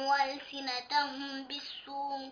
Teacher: إخفاء شفوي، وكذلك السوء مد واجب متصل ففيه التوسط